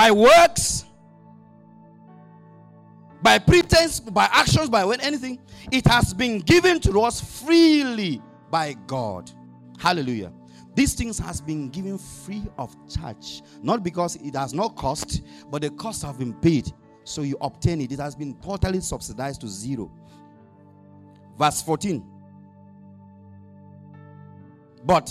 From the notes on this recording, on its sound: Audio recording of the sermon